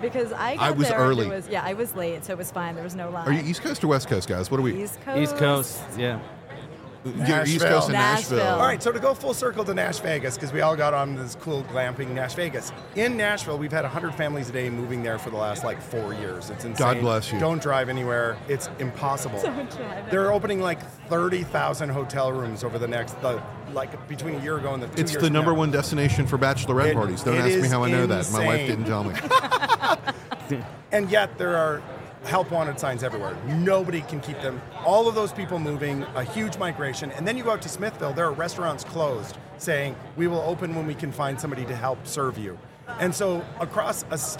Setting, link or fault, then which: setting, busy venue